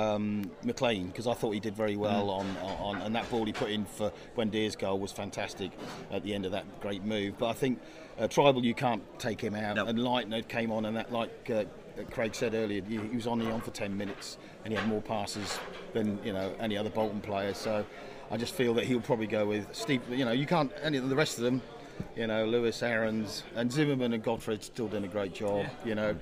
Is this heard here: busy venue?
yes